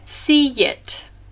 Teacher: A vowel sequence happens in the phrase "see it." So, use the Y part of the vowel of the first word as the bridge to the next word so that it sounds like "see it." If you do not use the Y part between them, then it could sound more like the word seat instead of see it.